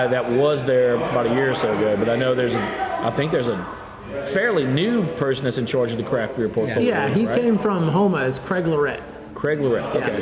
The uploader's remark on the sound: heads over to Rally Cap Brewing here in Baton Rouge